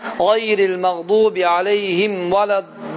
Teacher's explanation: bu vələddallin sözündə olan mədd uzatma adlanır məddül ləzim, yəni lazım olan uzatma. Və bunun uzatma miqdarı 6 hərəkədir.